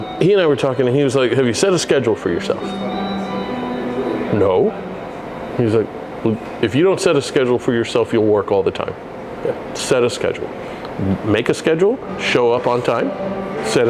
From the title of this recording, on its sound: LIVE” At Beaubeaux Bourbon & Biscuits